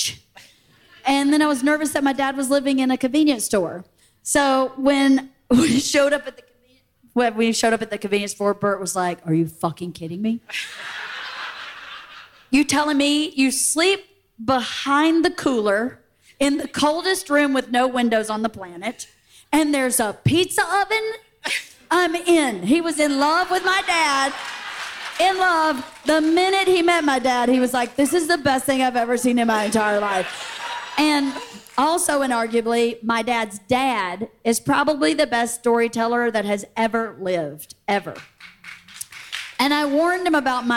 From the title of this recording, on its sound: Live From Fully Loaded at Sea